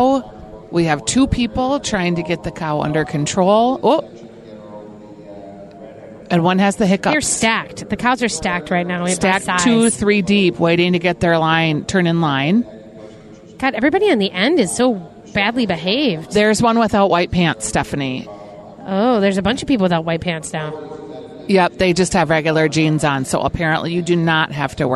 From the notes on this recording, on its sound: From the Minnesota State Fair. Live from the Coliseum giving us live commentary of award-winning cows!